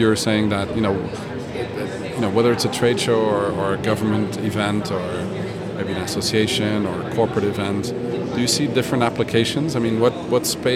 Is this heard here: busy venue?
yes